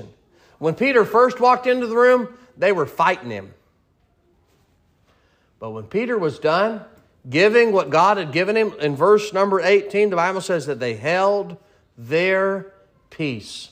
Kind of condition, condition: setting, large echoing room